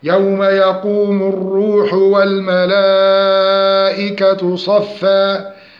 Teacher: الروح تفخيم الراء لأنها مضمومة وبعدها حرف الواو